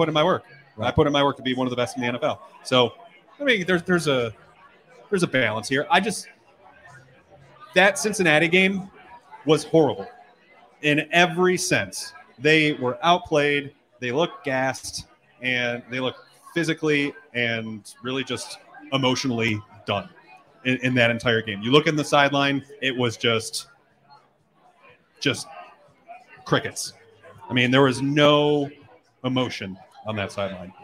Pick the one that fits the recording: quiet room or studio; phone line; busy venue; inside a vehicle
busy venue